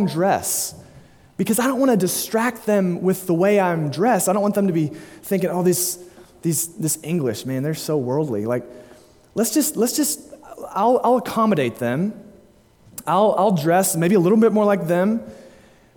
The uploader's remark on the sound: delivered at Immanuel Baptist Church, Springdale, AR on May 22, 2022